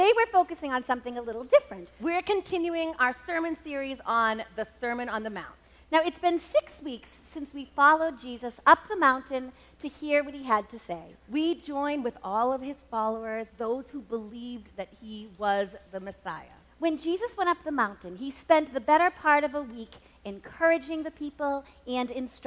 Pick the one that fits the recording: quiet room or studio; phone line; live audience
live audience